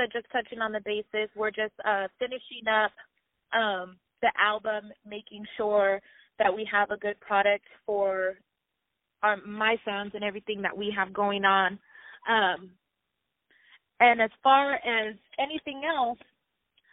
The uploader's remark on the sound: On the phone.